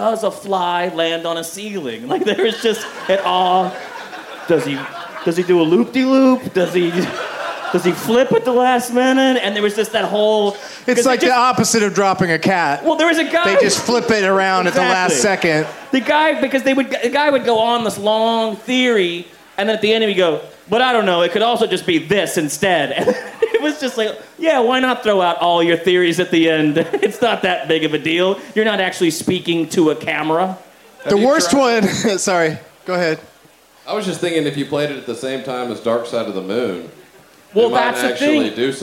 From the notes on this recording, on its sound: Taped live at the Fantastic Fest in Austin, TX